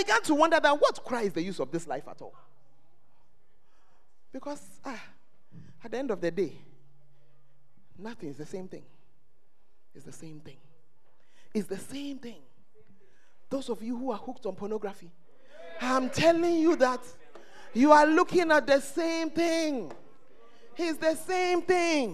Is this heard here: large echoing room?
yes